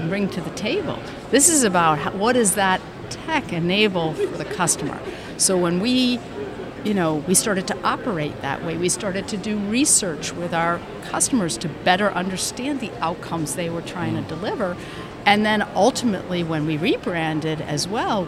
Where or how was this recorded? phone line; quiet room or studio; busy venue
busy venue